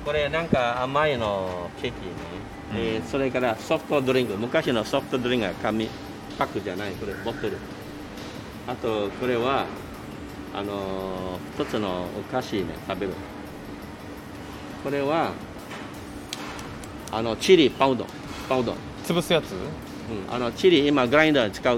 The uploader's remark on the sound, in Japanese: ロケ》カタコトの現地ガイドさんと巡るシンガポール。音声のみですが、少しでも雰囲気が伝わると嬉しいです。